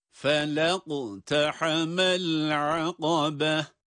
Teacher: Burada aslında fela iqtahame şeklinde kelimeler yazılır ama burada geçişle okunduğu için lam uzatılmadan, evet buna dikkatlerinizi çekmek istiyorum, kelimenin aslı fela ama kendisinden sonra vasıl hemzesi geldiği için bir sonraki kelimeye geçişimiz felaqtahame diye yapılmalıdır